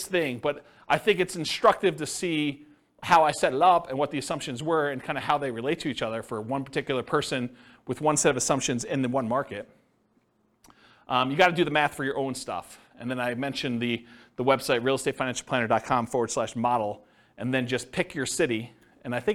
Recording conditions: live audience